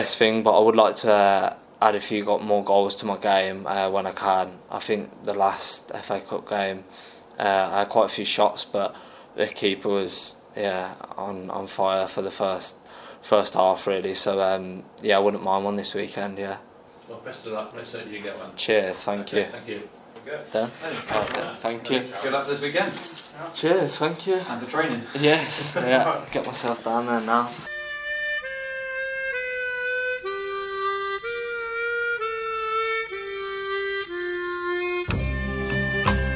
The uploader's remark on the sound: The Managers Press Conference from Huish Park.